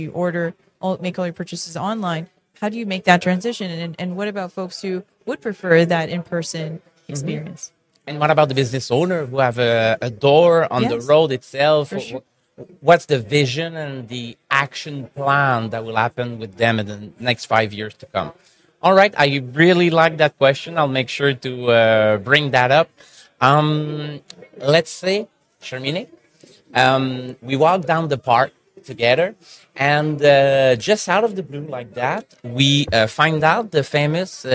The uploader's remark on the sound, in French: En direct du Hardtech à Toronto